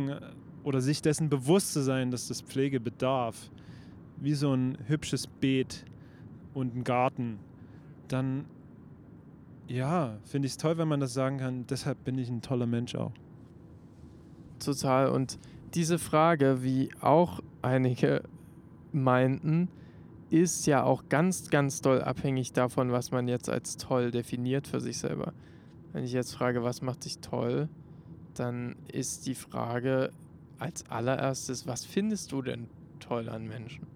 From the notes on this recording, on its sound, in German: 1 Mikro und 1 Auto. Zur Abwechslung wurde alles mit einem Mikrophon recordet, dabei aber trotzdem wie mittlerweile gewohnt nach dem Auftritt und einem langen Tag.